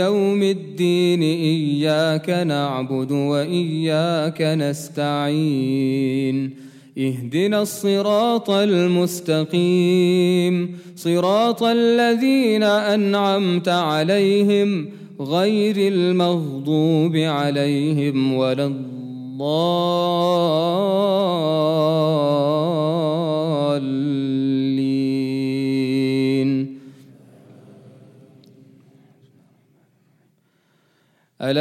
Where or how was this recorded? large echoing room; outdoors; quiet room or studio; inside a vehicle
large echoing room